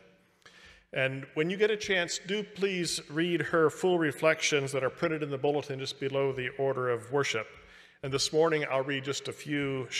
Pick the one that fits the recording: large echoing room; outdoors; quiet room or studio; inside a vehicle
large echoing room